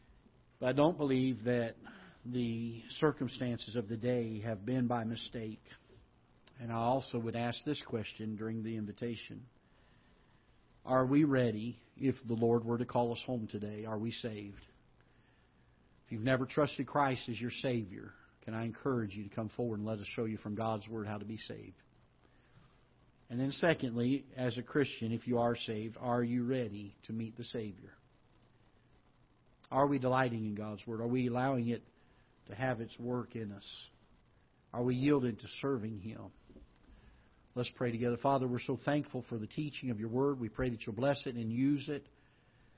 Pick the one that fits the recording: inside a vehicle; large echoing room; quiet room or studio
large echoing room